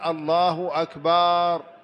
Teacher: ولا يمد في غير موضع المد، يعني بعض الناس يمد الباء بعد أكبر